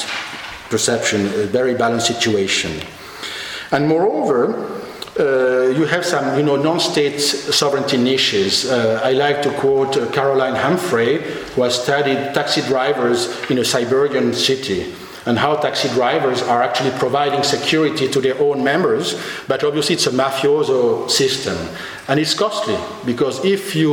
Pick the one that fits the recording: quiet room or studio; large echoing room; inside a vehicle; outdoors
large echoing room